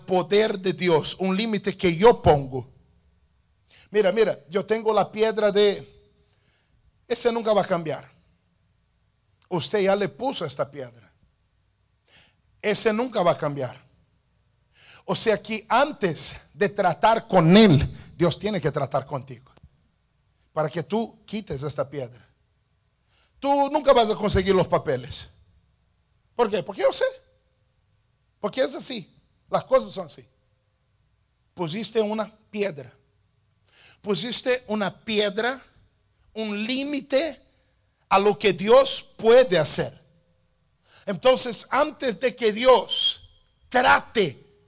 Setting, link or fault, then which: setting, large echoing room